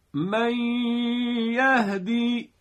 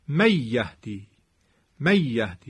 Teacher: ادغام نون ساکنه در حرف یا که باید با غنه همراه باشد · Shown in: first take · Term: ادغام همراه با غنه